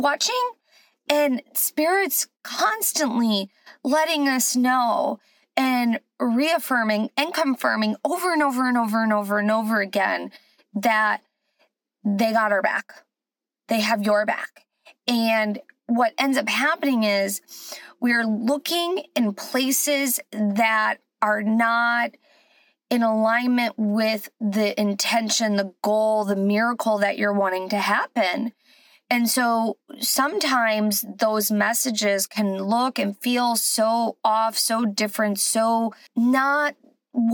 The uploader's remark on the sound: Join me from my car